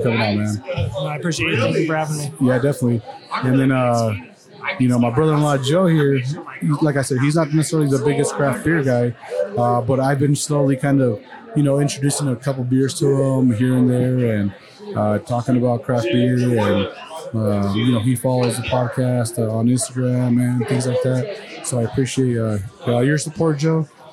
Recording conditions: busy venue